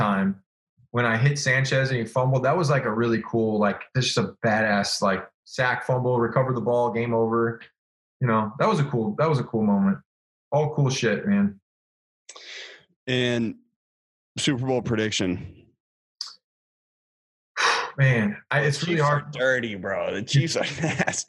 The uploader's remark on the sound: This week, we sat down over Zoom